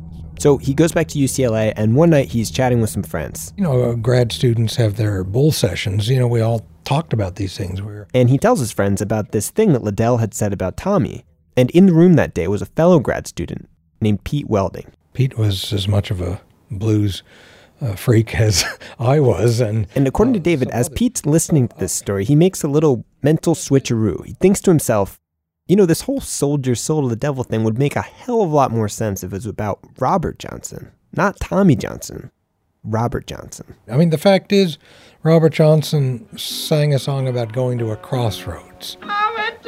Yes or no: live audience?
no